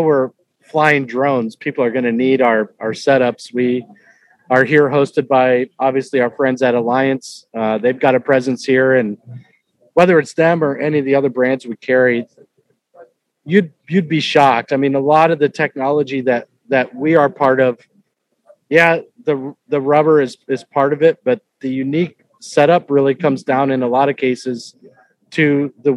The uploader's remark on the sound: Live From the World Ag Expo. Live from Tulare.